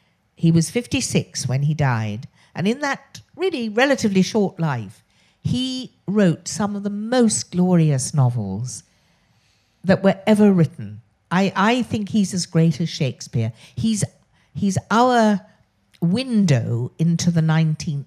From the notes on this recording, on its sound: meets a member of the audience